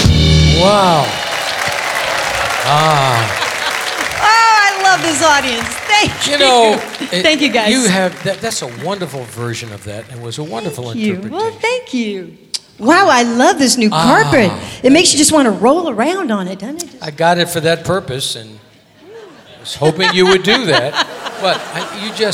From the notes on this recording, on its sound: Live at the South Point Casino.